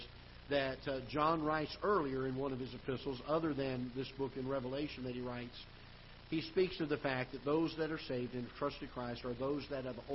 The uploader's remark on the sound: Ketha Heights Baptist Church ~ Live Broadcast